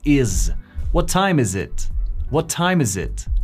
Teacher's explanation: Esta palabra is no se pronuncia is como con una S, sino como si fuera una Z.